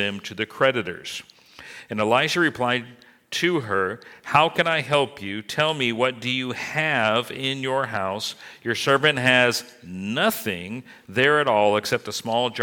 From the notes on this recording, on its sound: This message was recorded at New Covenant Church on January 22, 2023.